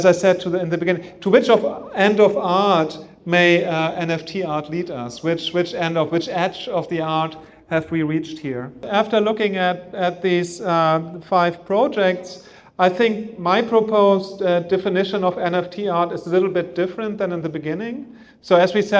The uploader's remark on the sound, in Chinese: 本期播客是艺仓美术馆的公教对谈现场实录